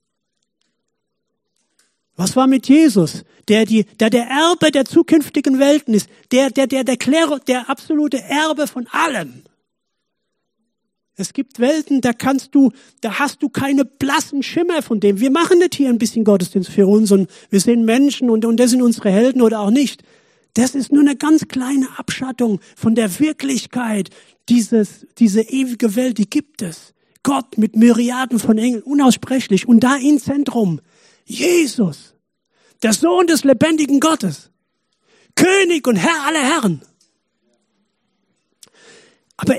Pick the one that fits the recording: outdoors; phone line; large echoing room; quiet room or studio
large echoing room